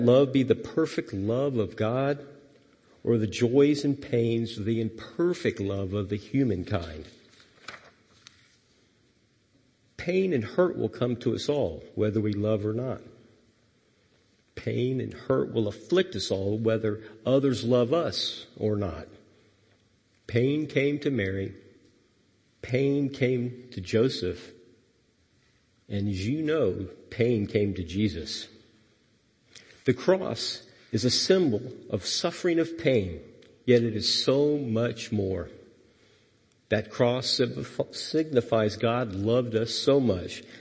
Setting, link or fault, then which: setting, large echoing room